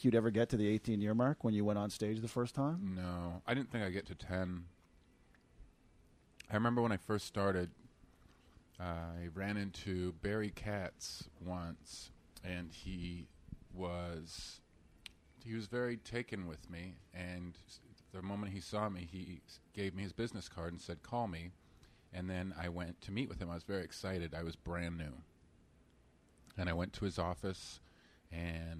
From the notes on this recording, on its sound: This unique episode was recored pre show at Parlor Live Comedy Club in Bellevue, Washington